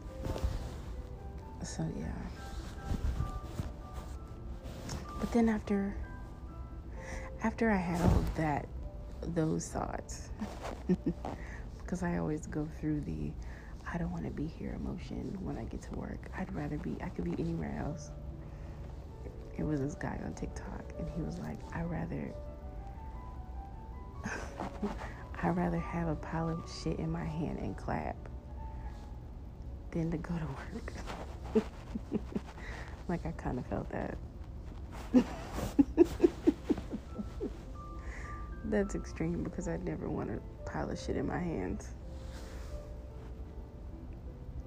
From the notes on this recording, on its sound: Sorry about the trashy audio though, my son demands his jazz music on while he sleeps and the AC was doing the most as well.